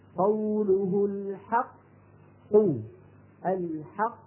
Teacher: القاف الأولى الساكنة خرجت بالتصادم على القاعدة الأصلية ولا تقلقل، لأننا لو قلقلناها لنفك الإدغام.